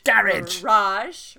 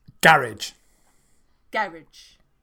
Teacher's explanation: the second syllable, ra, gets the emphasis · Shown in: first take